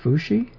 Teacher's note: Rising and then even tone.